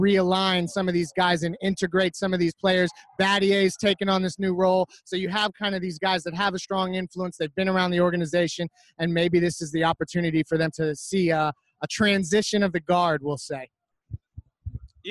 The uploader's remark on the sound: Live From All-Star Weekend